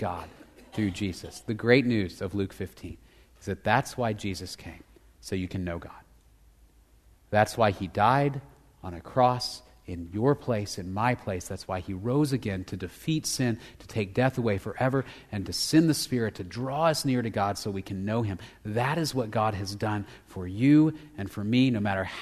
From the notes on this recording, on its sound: Location: Grace Bible Church Southwood